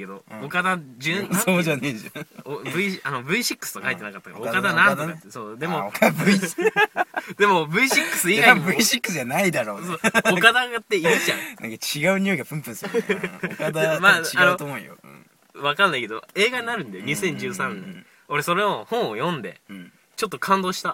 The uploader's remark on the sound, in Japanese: 寒空のした収録した第1回目でございます。